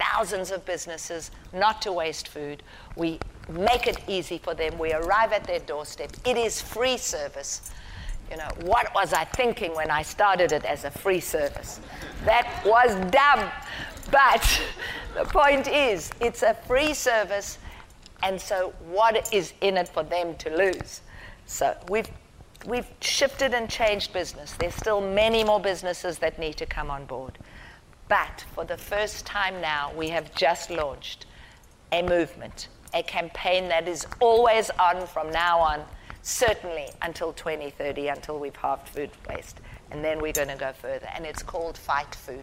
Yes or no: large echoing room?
yes